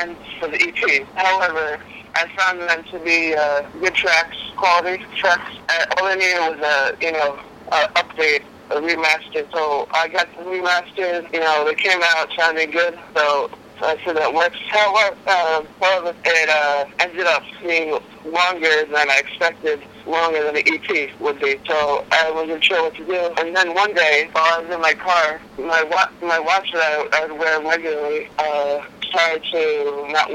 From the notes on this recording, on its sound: on the phone